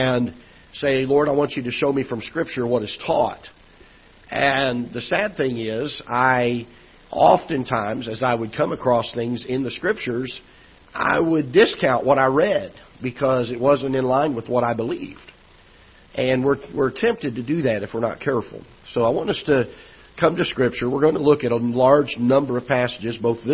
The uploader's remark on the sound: Ketha Heights Baptist Church ~ Live Broadcast